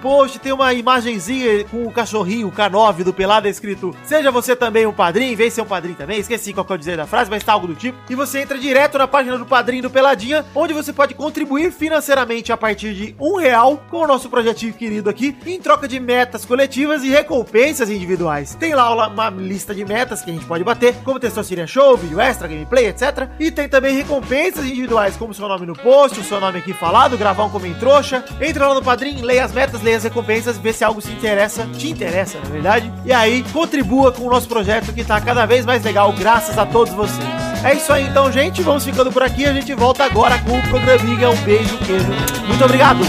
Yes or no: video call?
no